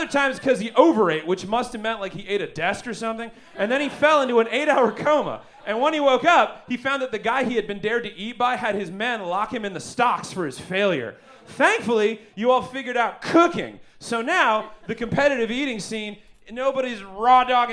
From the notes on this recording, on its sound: Recorded LIVE at Chicago’s Historic Green Mill Lounge on July 8th 2023